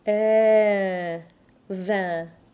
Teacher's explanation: The first syllable of this word is built on the open e nasal.